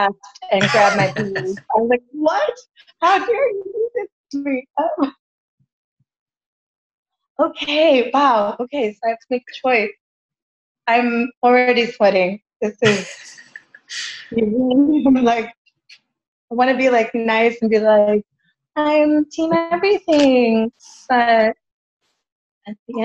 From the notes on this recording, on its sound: Adobe Audition crashed on me, and as a result I lost my mic'd up track. Thankfully, Zoom recorded a backup version. It doesn't sound nearly as great.